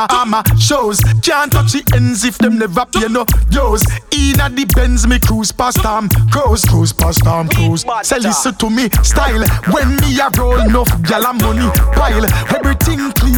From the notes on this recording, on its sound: Raw Live DJ Set. During New Roots Vol.2 - Dancehall Reggae - BYOB in Kino - Cork City Ireland.